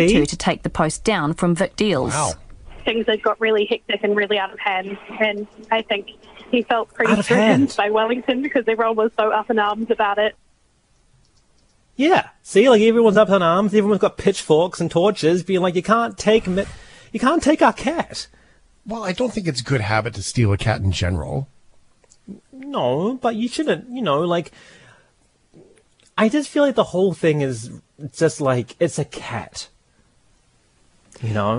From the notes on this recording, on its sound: Dials in live from Japan for his International Dispatch.